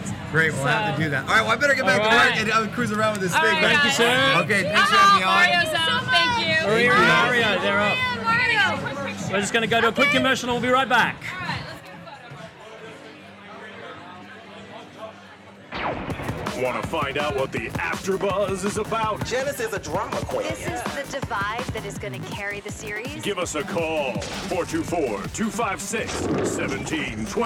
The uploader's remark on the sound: live from the 2011 MTV Movie Awards Gift Suite